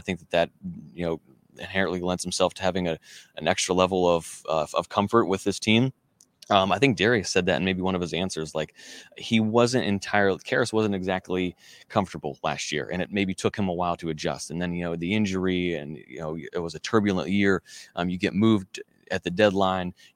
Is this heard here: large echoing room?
no